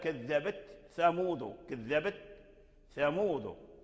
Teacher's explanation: ورش وقالون أظهر تاء التأنيث عند الثاء مع قرب مخرجهما، مع قرب مخرجهما، ولكن الرواية تحكم ذلك، والأخذ عن الأئمة، الأخذ عن أئمتهم هو الحكم، هو الحكم. · Term: إظهارها